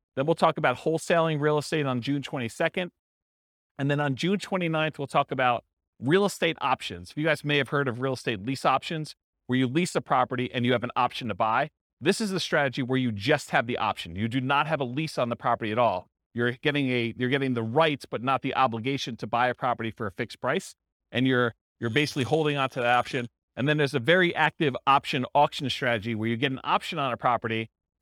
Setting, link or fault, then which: setting, live audience